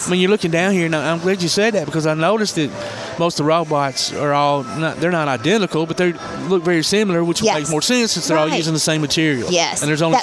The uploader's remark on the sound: Live at the BEST Robotics tournament at Calhoun